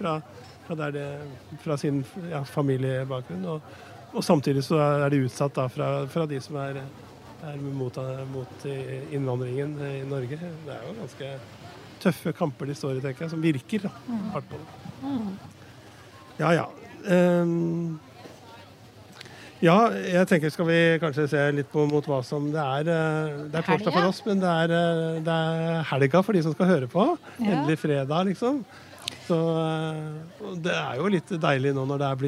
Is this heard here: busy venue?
yes